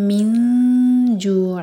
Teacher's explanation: نون کی آواز کو چھپائیں گے اور جیم کے لیے زبان تیار کریں گے · Term: اخفا